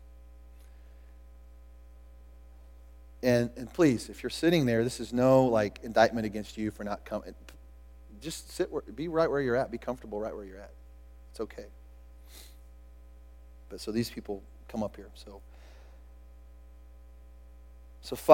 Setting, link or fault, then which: setting, large echoing room